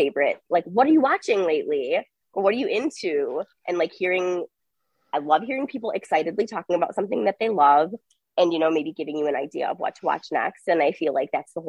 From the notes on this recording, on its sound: Recording via Zoom. Bear with us as we figure out our individual recording levels and the technology.